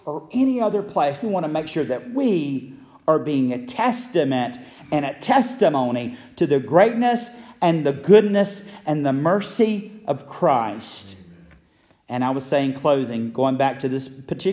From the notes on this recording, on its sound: Message originally delivered at Friendship Baptist Church in Metcalf, GA.